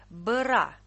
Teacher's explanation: можно некоторое время произносить это сочетание через редуцированную гласную. Это нечто среднее между э и ы.